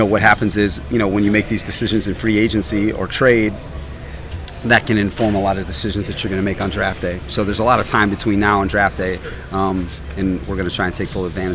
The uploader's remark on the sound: live from the 2023 NFL Combine